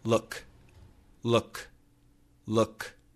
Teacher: That is the short double O. It's very close to a schwa sound.